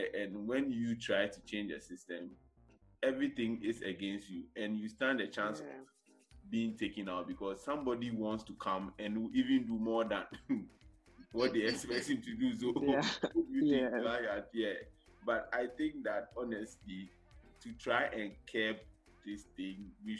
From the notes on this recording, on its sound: With crew still recording remotely